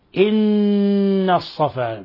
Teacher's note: لاحظ كيف يلتصق طرف اللسان بأصول الثنايا العليا وتظهر غنة من الخشوم · Term: حرف غنة مشدد